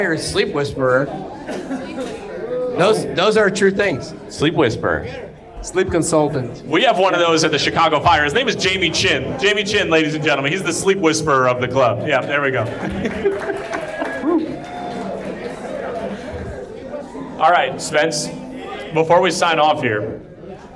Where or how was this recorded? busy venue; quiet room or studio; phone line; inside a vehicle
busy venue